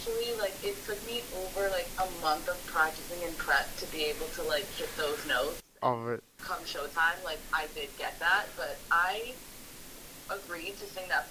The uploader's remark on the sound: Our apology for the subpar audio quality - a technical problem that has since been corrected!